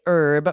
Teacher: So in the US, we say herb with a silent H